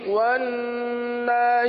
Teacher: نون کو پر نہیں پڑھنا ون نا صحیح ہے، شین کو بھی باریک